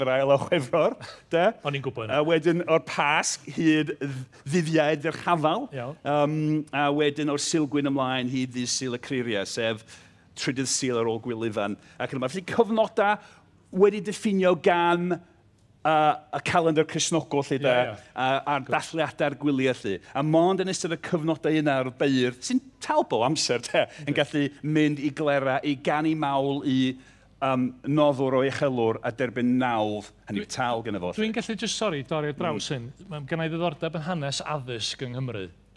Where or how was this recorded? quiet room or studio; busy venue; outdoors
busy venue